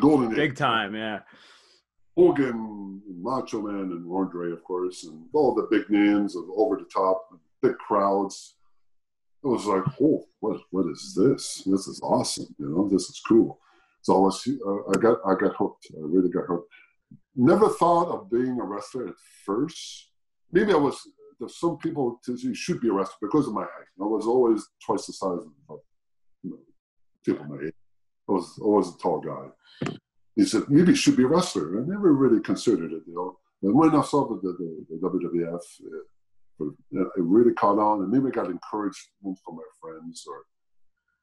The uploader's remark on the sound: Recorded via Zoom